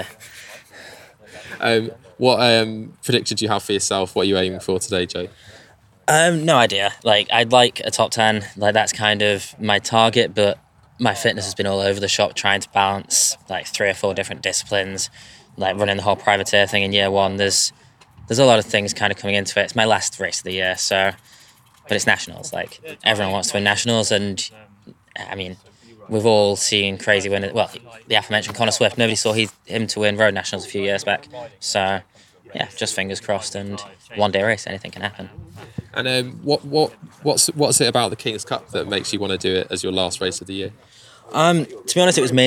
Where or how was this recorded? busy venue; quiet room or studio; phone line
busy venue